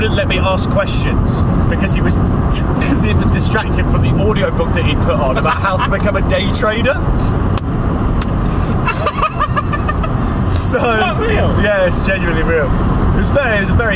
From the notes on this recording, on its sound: Drove from London to the Machynlleth Comedy Festival in North Wales. This is a collection of recordings from that road trip.